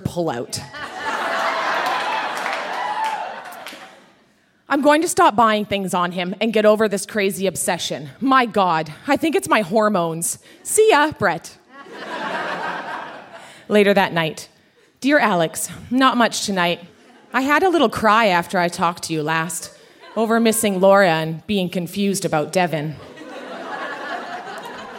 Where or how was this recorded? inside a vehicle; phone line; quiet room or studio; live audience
live audience